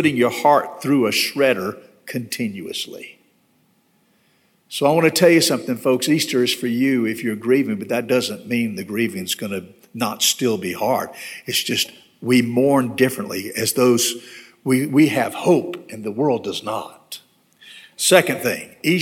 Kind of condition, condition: setting, large echoing room